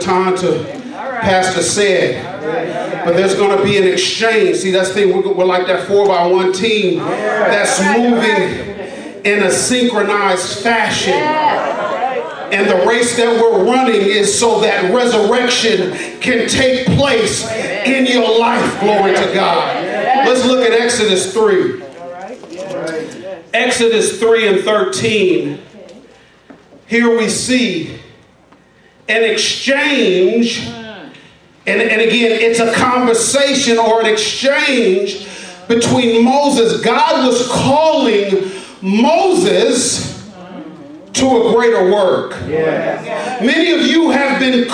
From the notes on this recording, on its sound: delivers a passionate sermon live at Rhema Word Bible Church